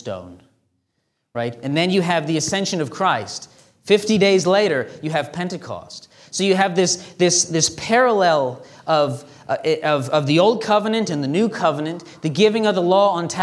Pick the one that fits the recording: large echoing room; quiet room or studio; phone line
large echoing room